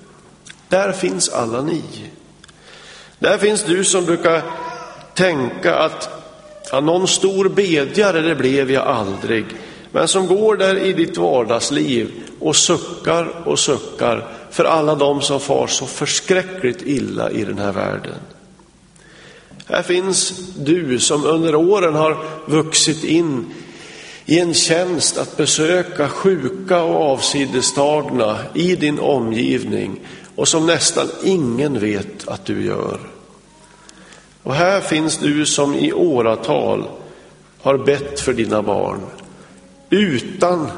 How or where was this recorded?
large echoing room